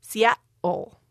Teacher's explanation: But for some speakers of British English, you will get Seattle. And you get what linguists will call a glottal stop, where you just cut off the air, Seattle. Now, American English speakers will hear that and think that that sounds a little odd, or they'll certainly notice it.